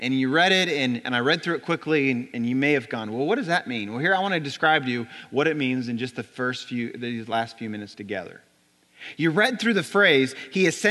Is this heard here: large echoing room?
yes